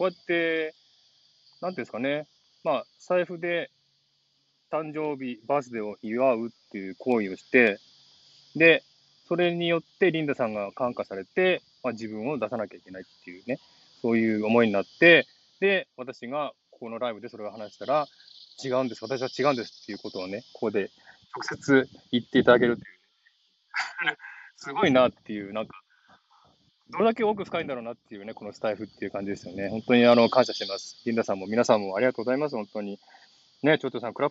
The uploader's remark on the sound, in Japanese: ウォーキングライブ。シドニー #オーストラリア #ウォーキング。